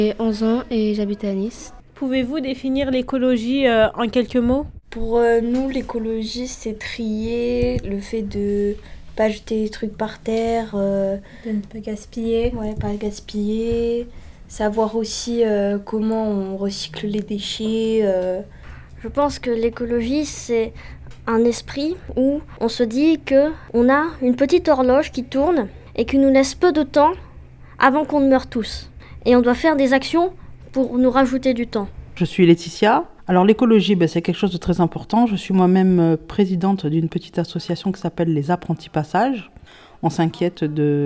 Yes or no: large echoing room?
no